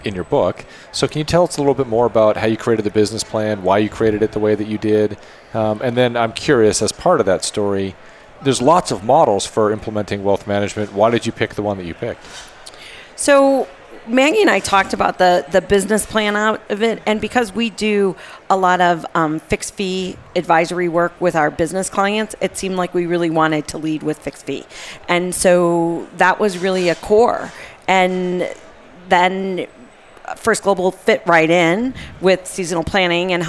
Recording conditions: busy venue